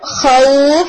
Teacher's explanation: اگر سٹاپ کر دیتے ہیں اس کے اوپر خوف، اب یہ حرف لین نہیں رہا، اب یہ مد لین بن گئے